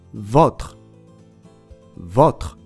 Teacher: 口が開いた開口のおで発音します